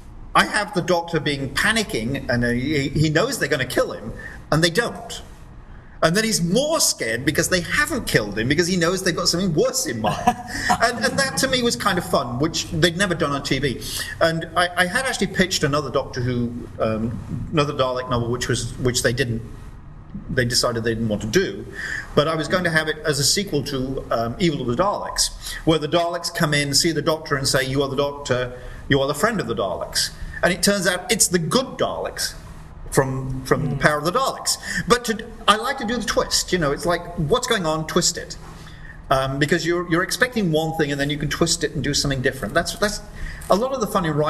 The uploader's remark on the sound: Recorded LIVE at I-CON 26. Doctor Who author interviewed live at I-CON 26, SUNY, Stony Brook, NY.